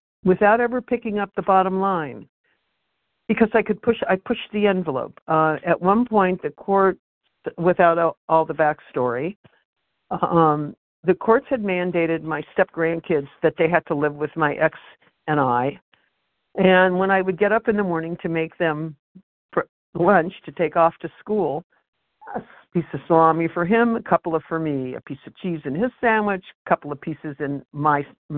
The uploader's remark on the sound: Phone Meeting, 12/28/23.